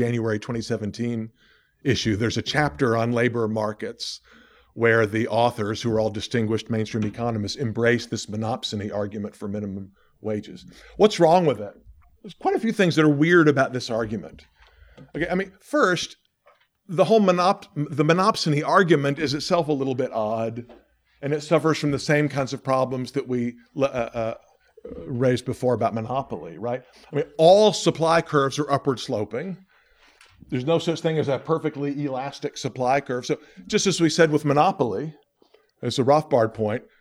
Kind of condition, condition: setting, large echoing room